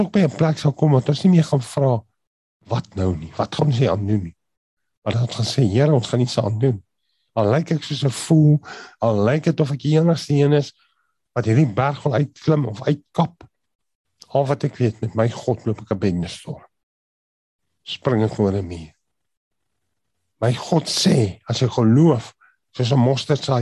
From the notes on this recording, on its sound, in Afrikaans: Manne van die Woord Zoom Byeenkoms